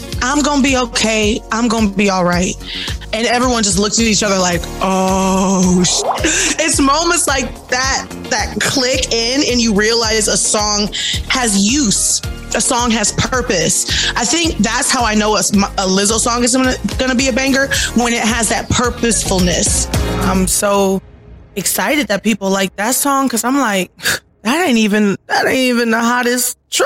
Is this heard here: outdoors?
no